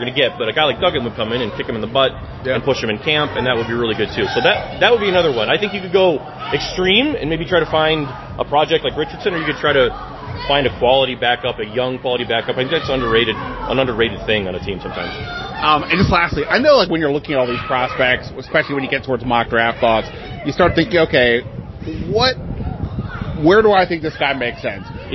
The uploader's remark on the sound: Live from the Senior Bowl